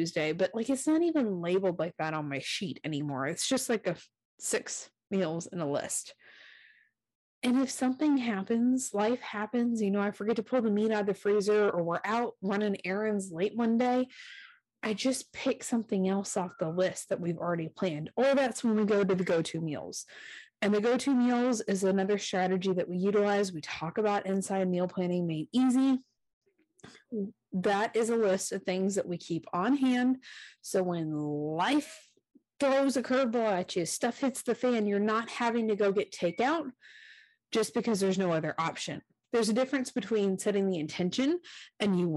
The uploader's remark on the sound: There was a slight audio problem in the recording of this episode so I apologize for the scratchy sound